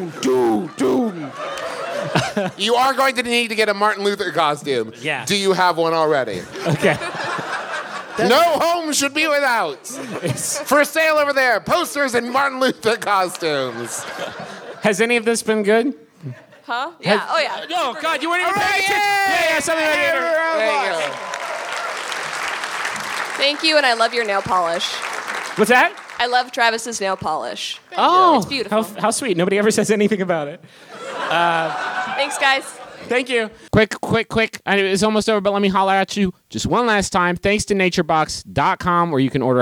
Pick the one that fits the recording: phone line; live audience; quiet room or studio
live audience